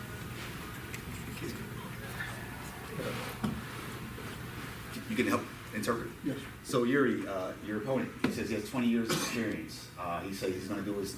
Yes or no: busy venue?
yes